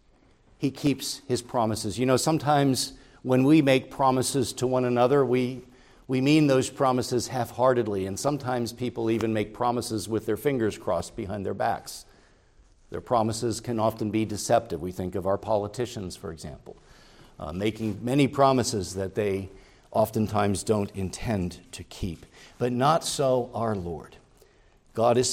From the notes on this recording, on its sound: preached at Grace Orthodox Presbyterian Church in Sewickley, PA, during the evening Worship Service on Sunday, June 11, 2023.